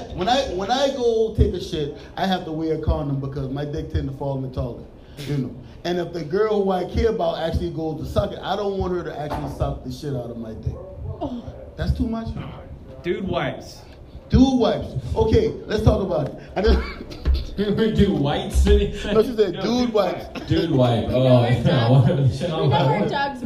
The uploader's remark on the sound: Recorded live at the SandBar in Irmo SC.